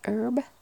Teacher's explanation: I'm pretty sure in the US you don't pronounce the H.